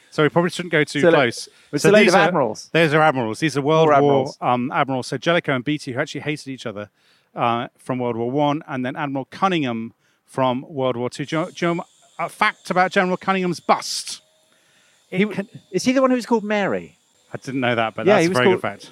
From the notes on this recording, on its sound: Take a walking tour of central London to examine the statues of Trafalgar Square and explore the stories behind them.